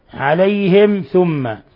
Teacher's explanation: ميم ساكنة جاء بعدها الثاء الحكم التجويدي إظهار شفوي، ثم ميم مشددة ثم حرف غنة مشدد يغن مقدار حركتين